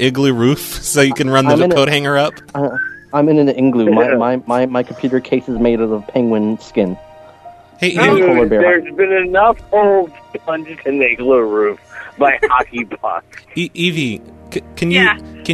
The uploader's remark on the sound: Prank Phone Calls Collection